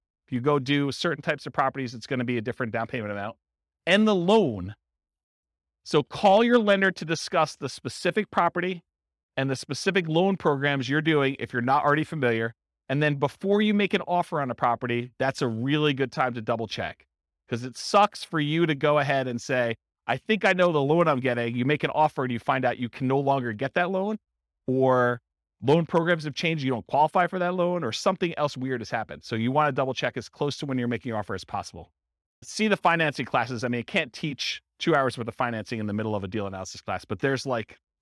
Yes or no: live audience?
yes